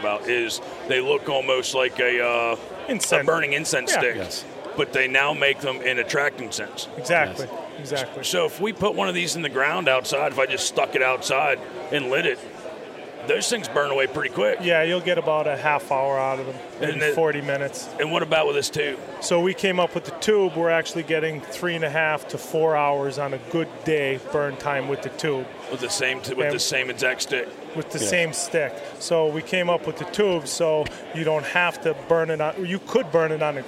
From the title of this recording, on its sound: Live from the Great American Outdoor Show 2019